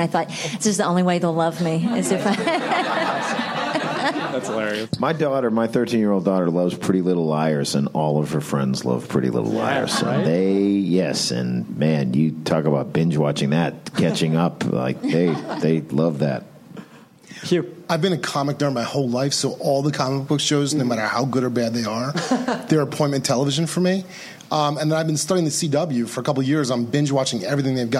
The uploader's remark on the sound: At the Nerdist Theater at Meltdown Comics.